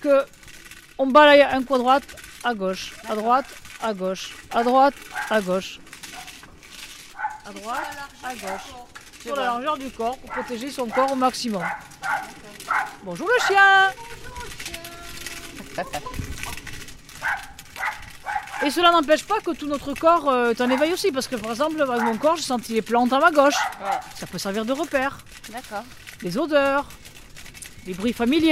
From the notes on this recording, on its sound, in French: Le bruit de différentes rues, la télécommande qui marche ou pas devant les feux ou les passages piétons. En mode reportage... Au micro zoom.